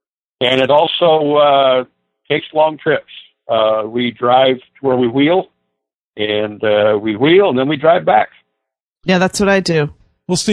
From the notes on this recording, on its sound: take your calls LIVE